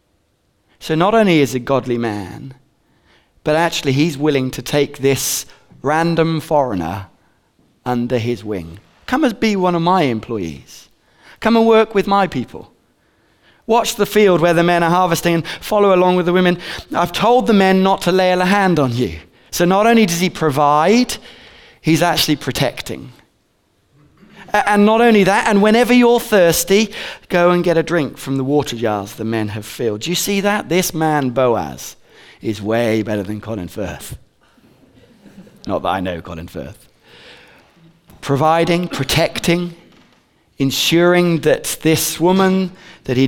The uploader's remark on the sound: Recorded on 22/11/15 at Bournville gathering